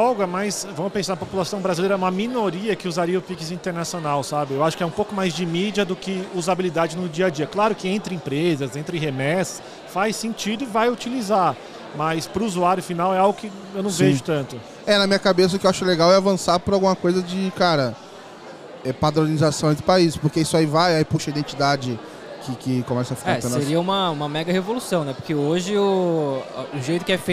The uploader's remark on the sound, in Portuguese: Papo gravado ao vivo lá no Fintouch 2022.